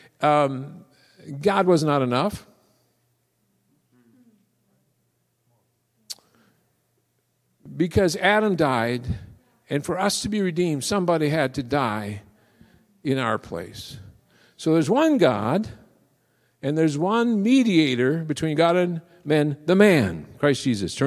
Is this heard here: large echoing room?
yes